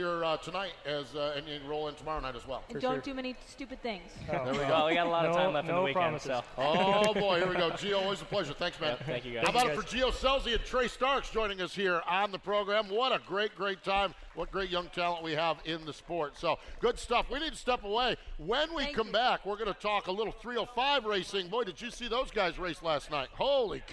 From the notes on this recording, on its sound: LIVE at the AGCO Jackson Nationals